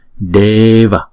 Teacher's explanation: Chữ E là 2 nhịp, cho nên chúng ta đọc là Deva